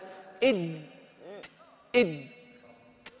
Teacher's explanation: رأس اللسان مع أصول الثنايا العليا، ولا لا؟ إد، التصق رأس اللسان مع أصول الثنايا العليا · Term: مخرج الدال